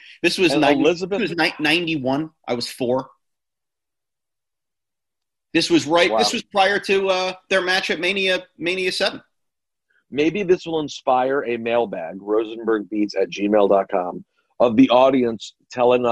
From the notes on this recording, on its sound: jump on a zoom